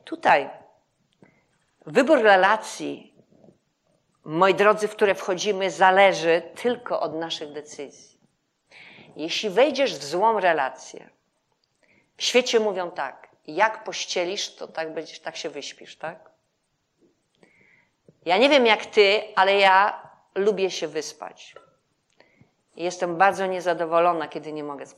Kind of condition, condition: setting, live audience